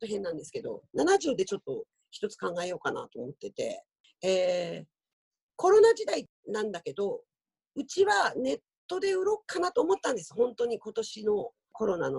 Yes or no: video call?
yes